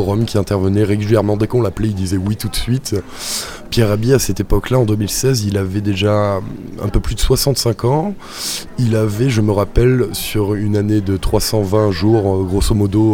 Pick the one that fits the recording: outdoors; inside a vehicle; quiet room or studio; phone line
outdoors